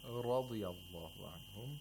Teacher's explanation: And also we have to make sure that the tip of the tongue touches the alveolar ridge, the mm-hmm. empty space behind the upper front teeth. But not trilled. · Term: tapping sound